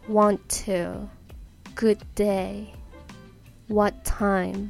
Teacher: time what t で割って time t で始まるので最初の what の t が落ちて what time what time になりますなので同じ音の子音の場合は最初に来る単語の最後の子音が落ちます